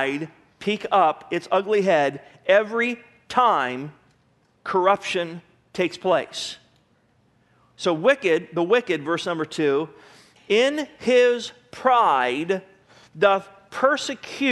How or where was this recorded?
large echoing room